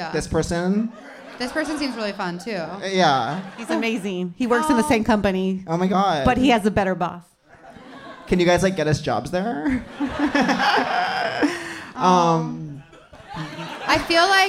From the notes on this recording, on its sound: Seek Treatment Live: Teragram Ballroom. Answer more letters for help live in Los Angeles.